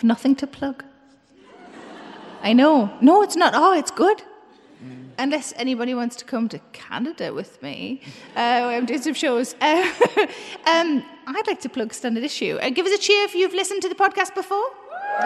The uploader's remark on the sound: Recorded live in March as part of the first Birmingham Podfest.